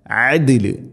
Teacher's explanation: ദാലിന് സുക്കൂൻ ഖൽഖല ചെയ്യണം, ശരിക്കും കേൾക്കണം